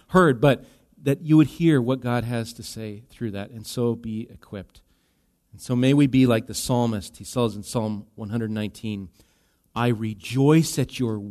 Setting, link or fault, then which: setting, large echoing room